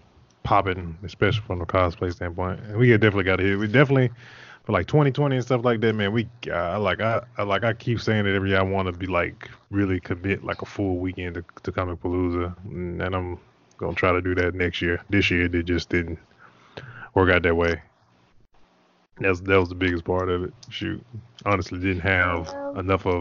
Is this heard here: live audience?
no